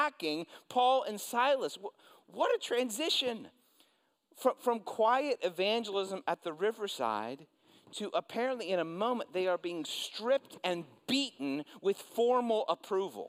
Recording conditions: large echoing room